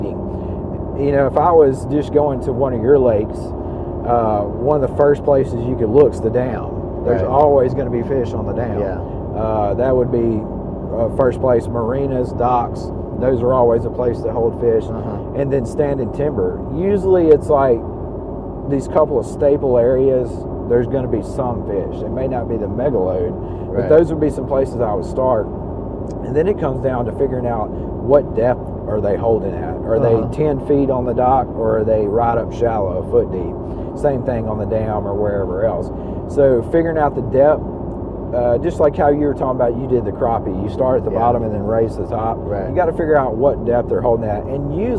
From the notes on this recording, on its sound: Recording from our truck